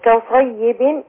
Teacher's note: كصيب الصاد الكاف مرققة والصاد مفخمة